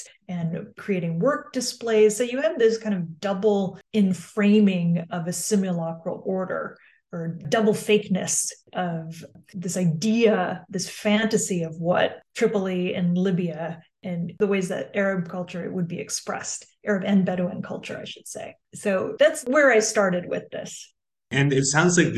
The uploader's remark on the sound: This podcast was recorded via Zoom by the Centre d'Études Maghrébines à Tunis ( CEMAT ) on December 13, 2022